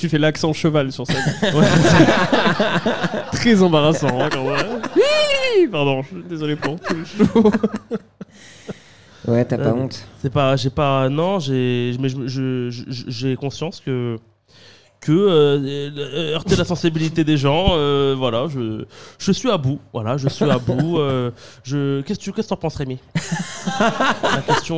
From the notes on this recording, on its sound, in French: (en public). Le tout enregistré en public au Charlie et sa bière à deux balles.